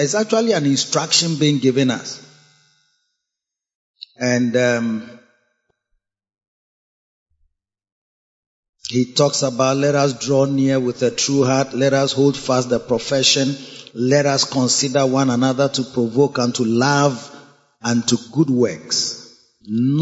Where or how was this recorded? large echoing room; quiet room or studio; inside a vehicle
large echoing room